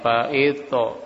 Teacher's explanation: Fa'ita dipantulkan karena dia huruf ta, huruf qalqalah, maka dipantulkan fa'ita.